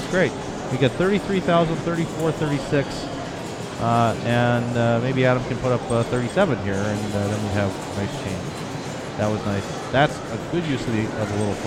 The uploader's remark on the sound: Round 6 – 2012 PAPA Circuit Final. Live from PAPA Headquarters in Scott Township, PA.